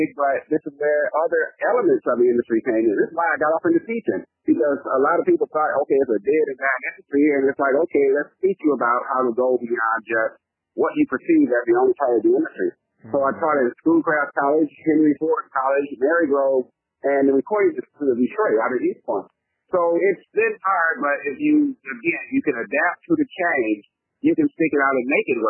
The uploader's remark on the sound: Recorded over the phone.